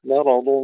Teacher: وما يخدعون، يخدعون تفخيم الخاء يجب أن يكون أيضا واضحا، لا نقول ما يخدعون، يخدعون كثير من الإخوة أيضا يرققون الخاء الساكنة، وما يخدعون، فنرقق الياء ونفخم الخاء، وما يخدعون إلا في قلوبهم مرض فزادهم مرض، نرقق الميم ونفخم الراء والضاد